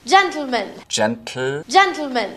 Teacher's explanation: That's exploding the T sound straight into the L sound · Term: lateral plosion